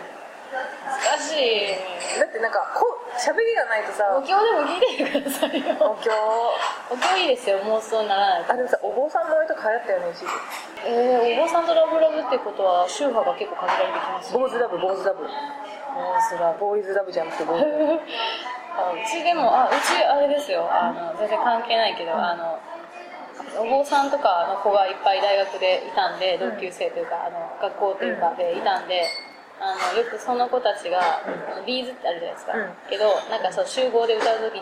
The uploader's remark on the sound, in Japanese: 長崎、熊本旅行ラスト 空港編。未公開の理由は、「多方面にわたって酷い」主に音質やらなにやら。